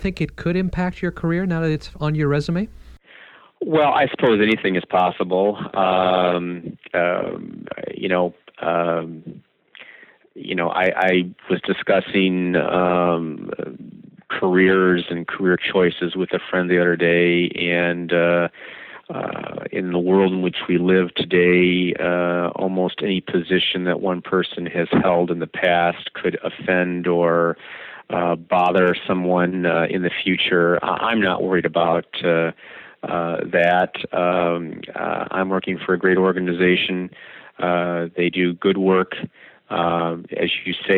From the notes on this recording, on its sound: it was redone by telephone due to technical problems